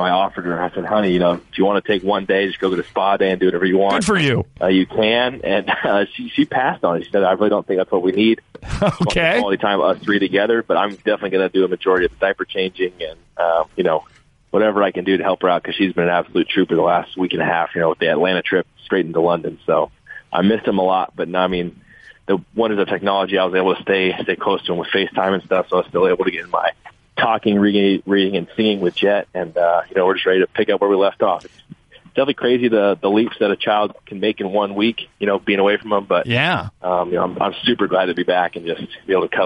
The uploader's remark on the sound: Called in to talk about what he's been up to during the Bye Week.